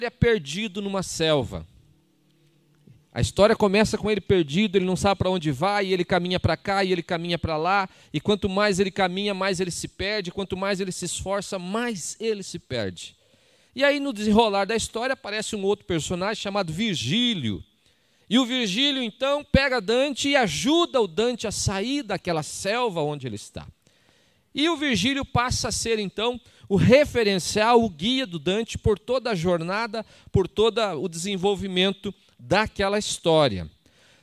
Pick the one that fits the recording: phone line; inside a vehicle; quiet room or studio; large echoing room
large echoing room